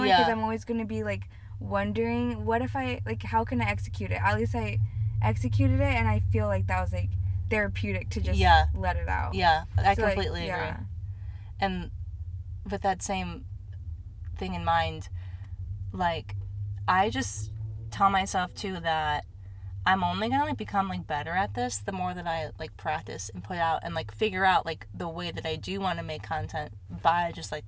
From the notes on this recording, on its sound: We are in the car next to a Starbuck's Drive Thru after all.